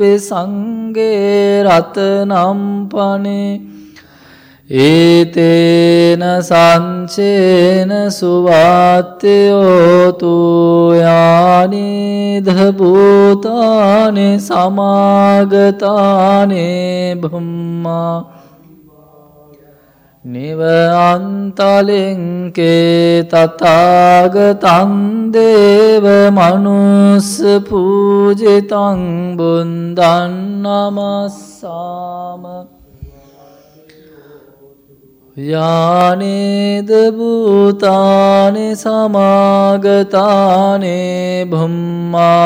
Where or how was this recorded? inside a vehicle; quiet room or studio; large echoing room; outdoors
large echoing room